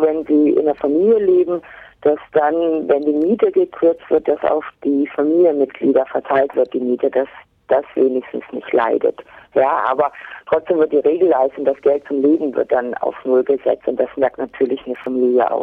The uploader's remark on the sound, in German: am Telefon dazu ein lockeres Gespräch geführt